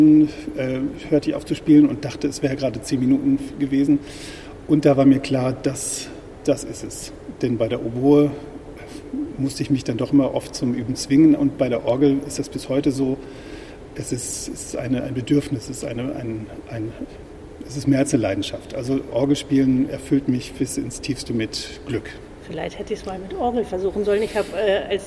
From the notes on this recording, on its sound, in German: Diese Folge haben wir live aufgenommen in der Hauptkirche St. Michaelis, besser bekannt als der Hamburger Michel. Er lässt uns live hören, was die 5 Michel-Orgeln alles so drauf haben.